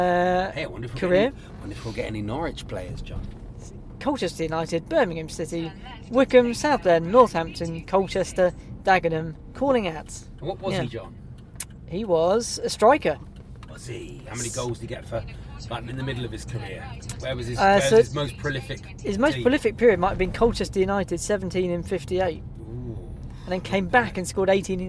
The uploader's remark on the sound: In the car on the streets of South East London on the way to Bromley.